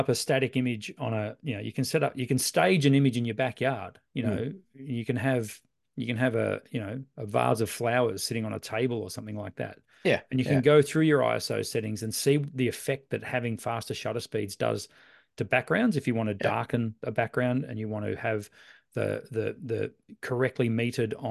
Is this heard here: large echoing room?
no